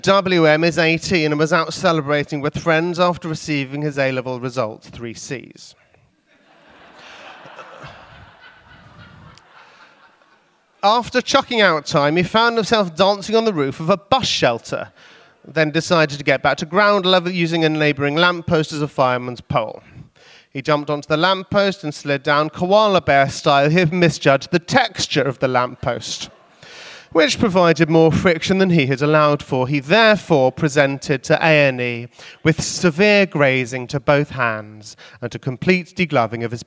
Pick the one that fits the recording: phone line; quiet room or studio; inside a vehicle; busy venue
busy venue